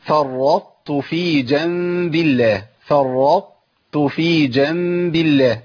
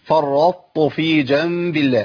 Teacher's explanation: يعني بابقي على صفه الاطباق والاستعلاء في الطاء، فانا كل اللي بعمله ايه؟ بضغمها بجيب تاءين بس التاء الاولى فيها اطباق · Shown in: first take · Term: ادغام ناقص